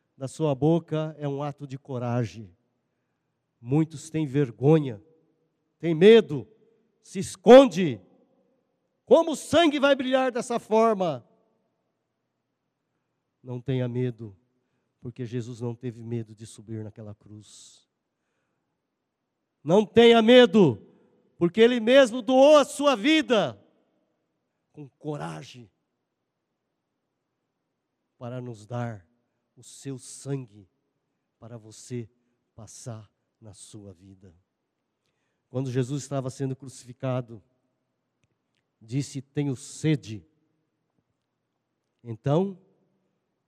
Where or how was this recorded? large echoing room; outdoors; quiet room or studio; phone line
large echoing room